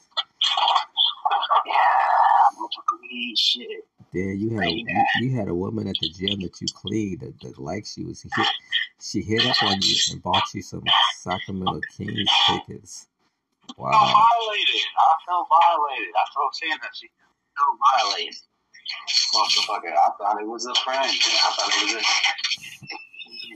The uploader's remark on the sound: Uncensored Phone Call with my Son.